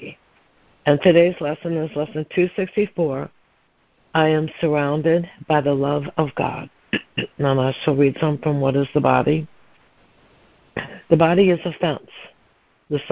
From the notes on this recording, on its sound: ACIM Daily Conference Call